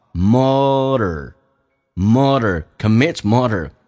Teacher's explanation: Murder 是一个两次卷舌音